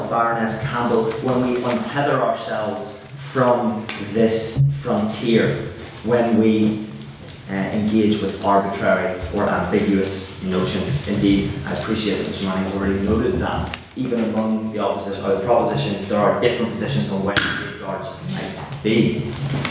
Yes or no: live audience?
yes